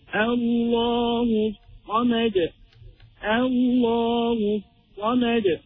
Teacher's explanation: We go straight into the sword holding shadda, the lam of Al will fall away. Allahu Samad.